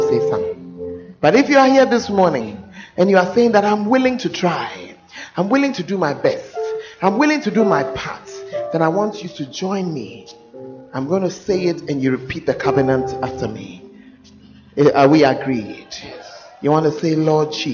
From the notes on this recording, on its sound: Preached at the First Love Center, Ayeduase